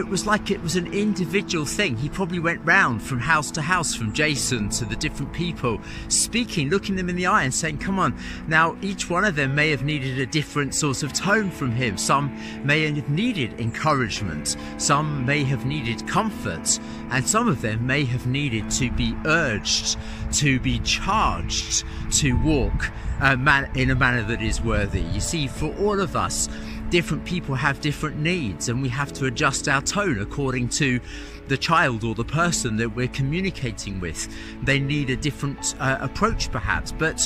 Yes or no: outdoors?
yes